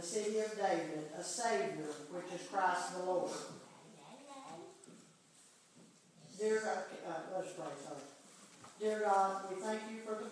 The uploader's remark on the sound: This is an audio recording of the Sunday morning worship service at Persia United Methodist Church in Rogersville, TN on Sunday, December 13, 2015.